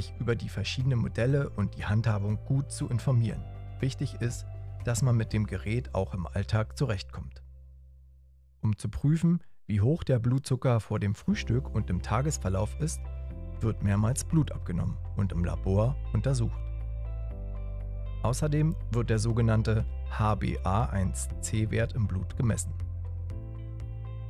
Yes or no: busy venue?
no